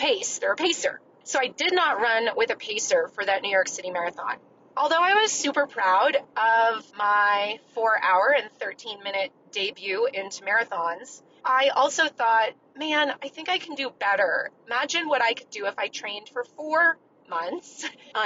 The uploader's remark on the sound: This week’s episode was recorded during a long car ride, that helped inspire this episode’s message. If you can't tell, I am not in my regular home studio. I am actually driving in my car across Nevada.